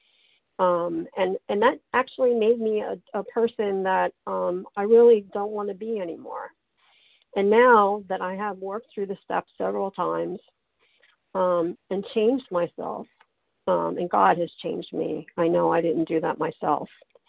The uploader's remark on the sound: qualification from the 100 Pounders Phone Meeting